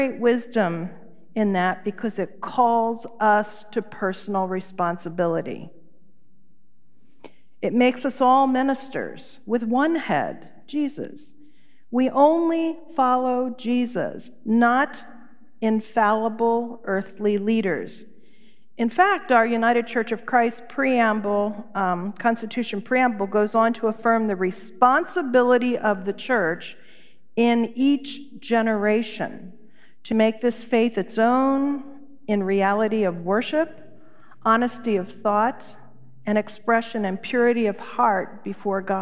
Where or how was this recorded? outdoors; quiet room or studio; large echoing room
large echoing room